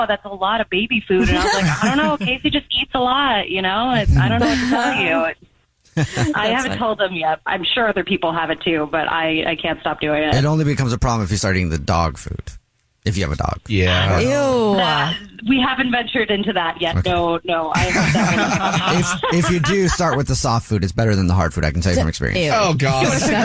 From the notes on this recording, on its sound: There is a listener on the phone who wants to tell us a Dirty Little Secret.